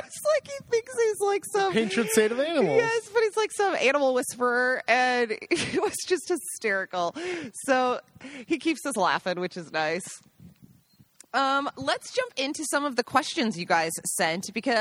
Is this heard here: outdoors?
yes